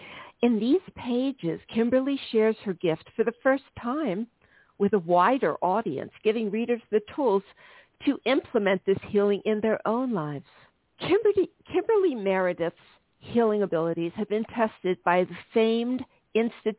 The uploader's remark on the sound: live readings to listeners who call